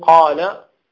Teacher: القاف ليست مطبقة ولكن مفخمة